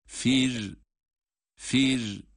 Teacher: Bakınız ra ince. Neden ince? Çünkü kendisi sakin, yani cezimli. Öncesindeki hareke ise esretir.